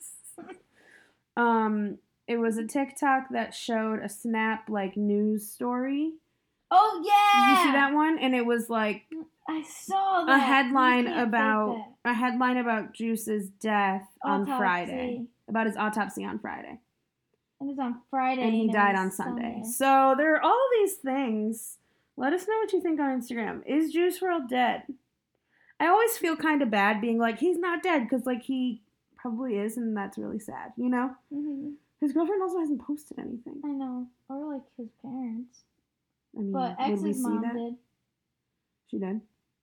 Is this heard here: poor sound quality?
yes